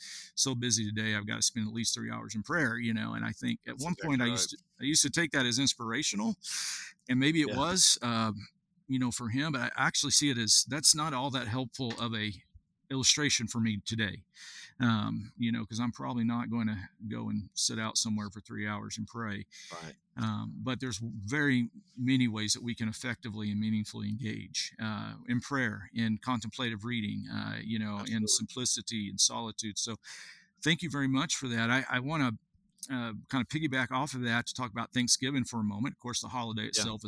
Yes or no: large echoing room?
no